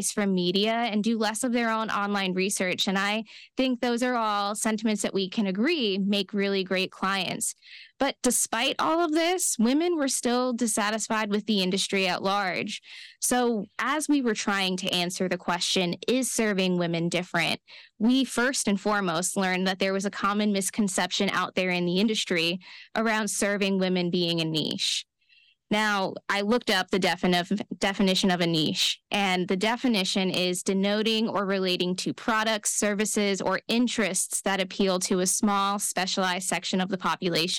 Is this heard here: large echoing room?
no